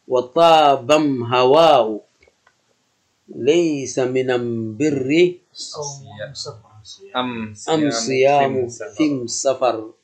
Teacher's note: فعلى كل حال فهذه القبيلة هي تنطق بأداة التعريف فتقول أم، كما يقول بقية كما تقول بقية القبائل العربية ال، فهم يقولون أم